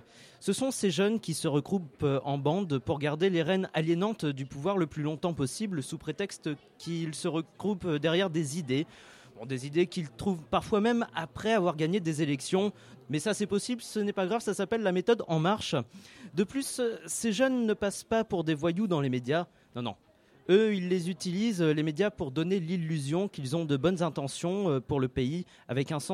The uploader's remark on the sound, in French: Notre émission spéciale consacrée aux bandes de jeunes à Paris est réalisée en direct de la Maison des Métallos.